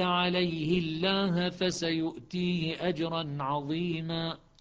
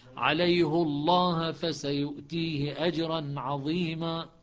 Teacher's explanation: لأن حفص يضم فاللام في قراءة حفص مفخمة، ولأن شعبة يكسر فإن اللام مرققة في قراءة شعبة · Shown in: second take